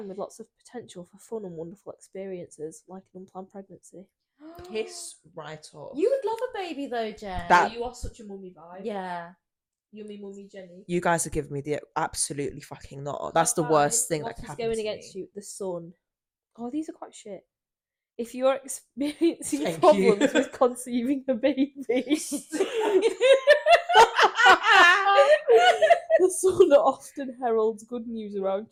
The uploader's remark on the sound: Apologies in advance for the sound, my friends are incredibly unprofessional.